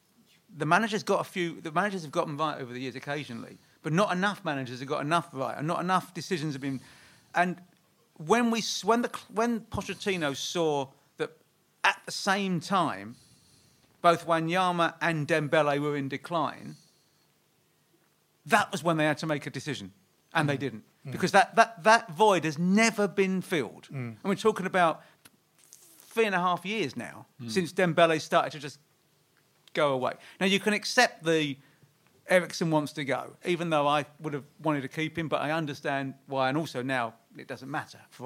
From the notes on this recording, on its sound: A very special live show at the Albany in Great Portland Street.